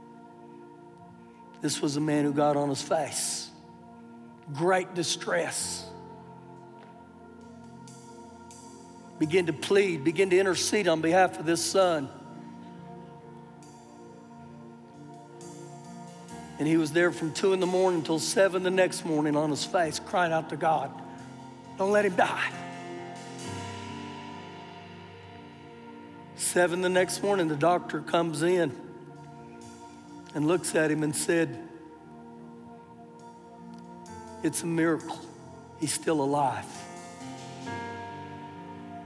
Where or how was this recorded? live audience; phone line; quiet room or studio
live audience